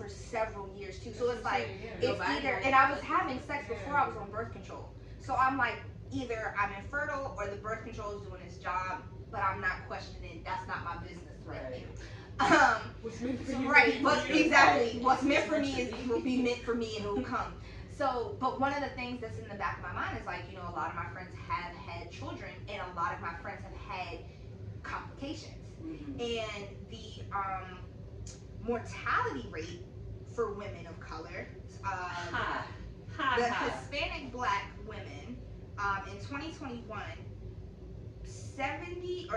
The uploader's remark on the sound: Y'all we still figuring out this mic sh*t! I thought I had it figured out but then there was an annoying buzzing sound.